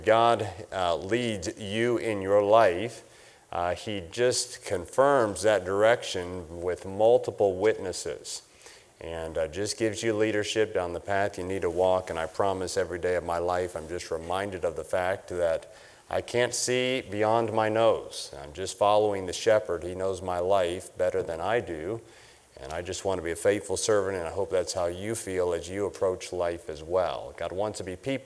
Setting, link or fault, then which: setting, large echoing room